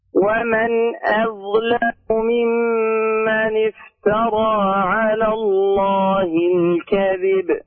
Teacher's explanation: الهمزة المرققة بعدها الضاء المفخمة